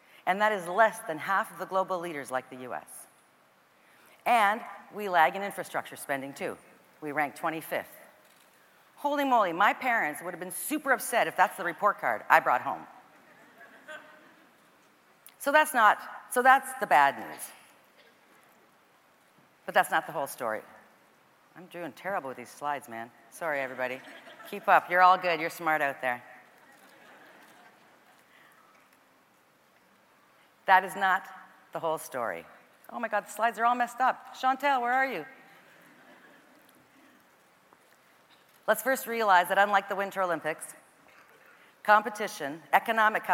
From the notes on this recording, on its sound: caught up with her in #Toronto, at #The Elevate Technology Conference